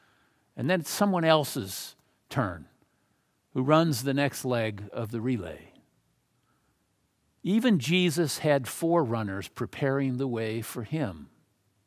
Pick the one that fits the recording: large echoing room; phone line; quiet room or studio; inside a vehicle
large echoing room